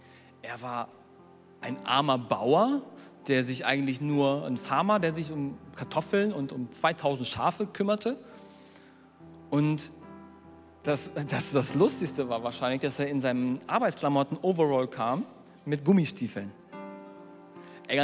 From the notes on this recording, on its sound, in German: Predigt der hoop Kirche.